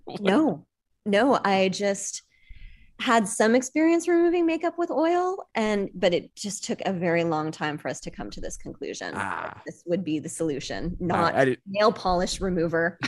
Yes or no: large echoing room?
no